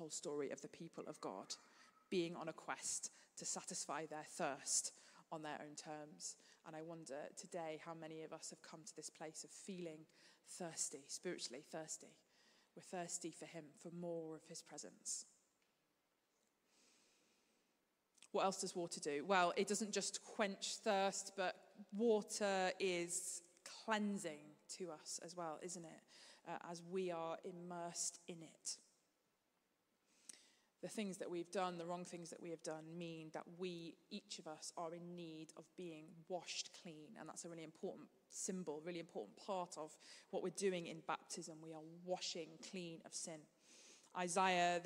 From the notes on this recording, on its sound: Streamed live at St Paul's Shadwell on Sunday, 5 November 2023.